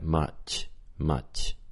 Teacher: the sh part of the ch, ch, that release of it, is again made with more of the middle of the tongue up, so the tongue is less curling and more arching. · Term: ch sound